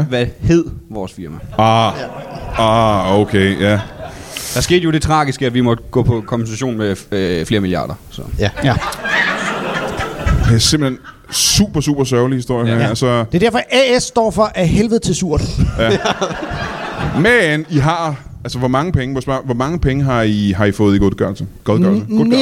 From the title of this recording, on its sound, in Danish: LIVE fra Rib House i Slagelse